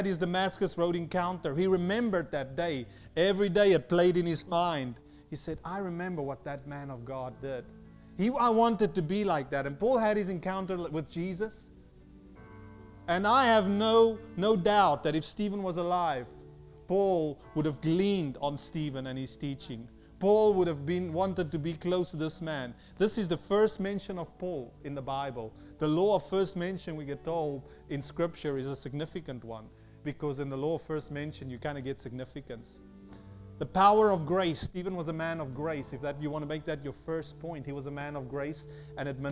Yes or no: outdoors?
no